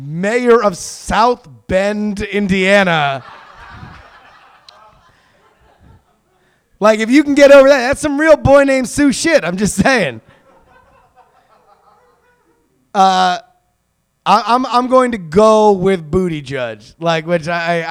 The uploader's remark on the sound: Live Show. Recorded live at the Pianofight Theater.